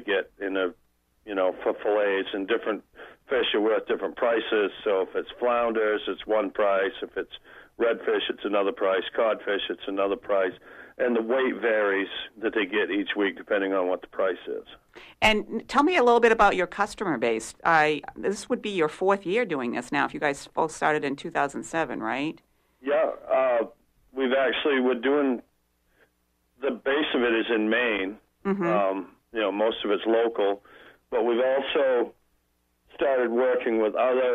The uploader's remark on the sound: Call in show. WERU 89.9 FM Blue Hill, Maine.